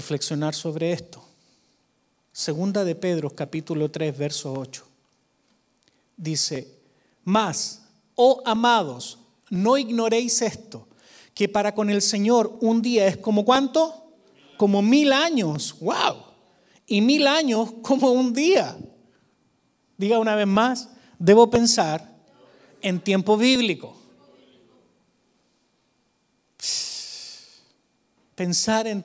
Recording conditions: large echoing room